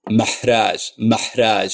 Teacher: And then from Arabic, post-vocalic H, the pronunciation I gave is very pharyngeal. So it sounds like there are two different H's in Arabic. · Term: pharyngeal H